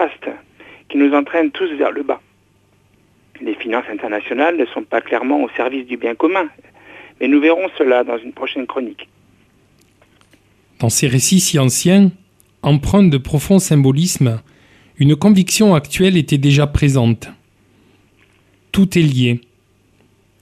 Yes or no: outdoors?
no